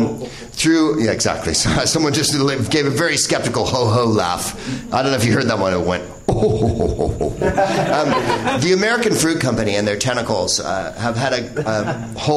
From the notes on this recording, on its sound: Live from the NerdMelt Showroom in LA